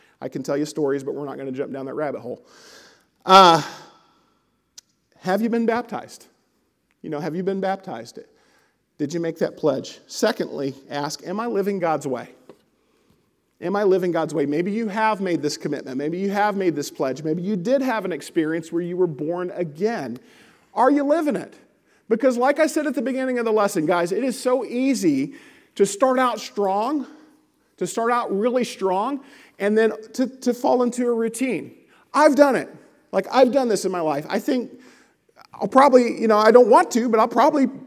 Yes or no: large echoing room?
yes